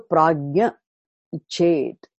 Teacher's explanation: The visarga gets dropped when it is followed by a vowel, especially ikara. · Term: visarga sandhi rule